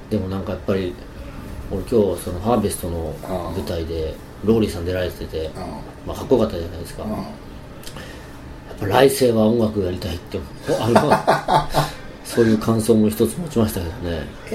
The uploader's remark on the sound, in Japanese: 今回も劇団ハーベスト観劇後にカラオケ店にて収録。